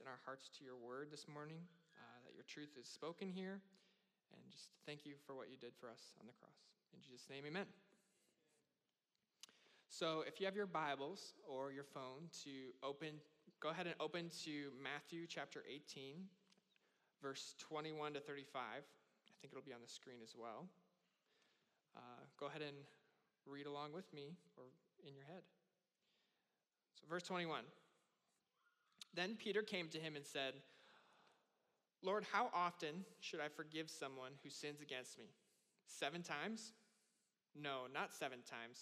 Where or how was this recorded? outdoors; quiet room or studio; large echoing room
large echoing room